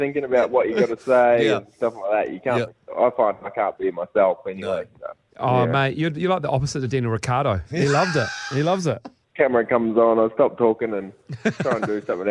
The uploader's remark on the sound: We are joined on the phone